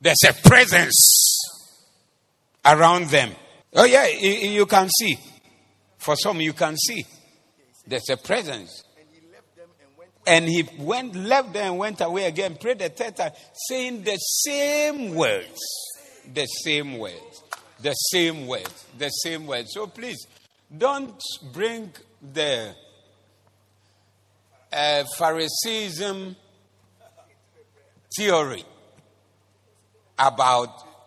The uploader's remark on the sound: Preached at the Doxa Service